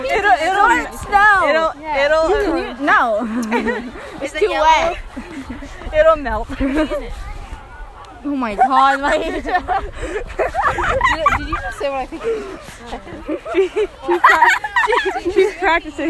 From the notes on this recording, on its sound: we recorded this during recess and lunch